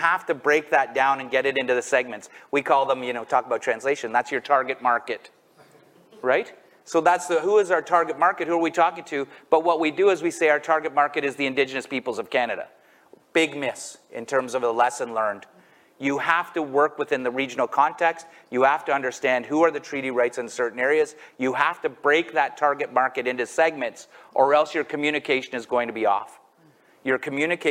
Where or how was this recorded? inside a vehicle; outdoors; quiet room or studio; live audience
live audience